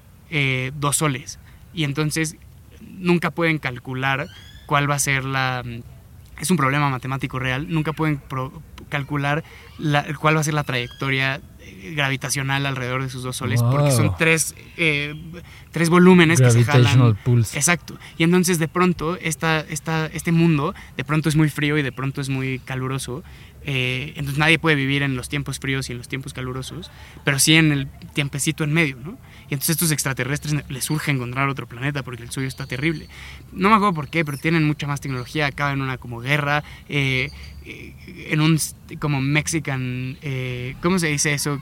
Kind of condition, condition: setting, outdoors